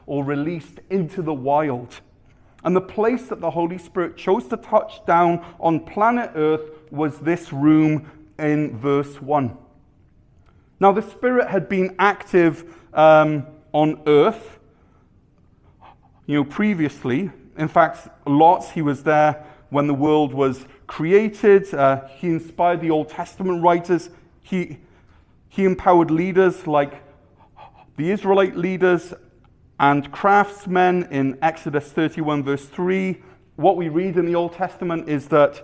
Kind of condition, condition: setting, large echoing room